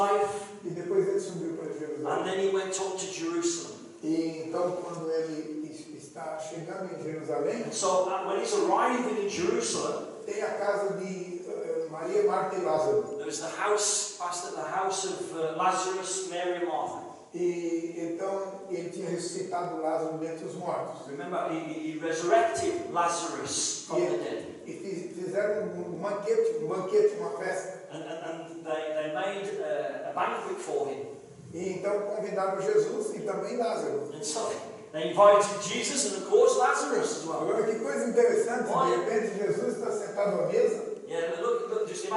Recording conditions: poor sound quality